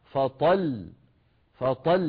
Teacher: أن يضغطوا قليلا لما يقفوا عليها إشعارا للسامع أن هذا الحرف المفرد الذي وقفت عليه لو وصلته لكان حرفين. يعني مثلا مثل قوله تعالى فإن لم يصبها وابل فطل، هي فطل في الوصل، فنقف عليها فطل فطل بهذا الضغط.